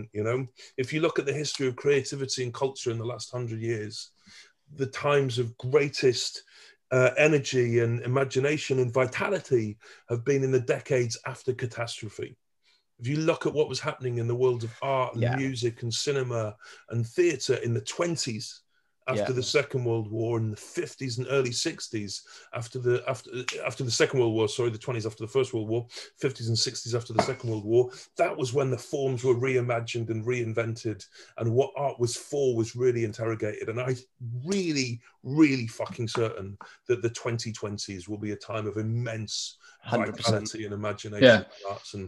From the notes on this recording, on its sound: Jumped on a zoom call with us.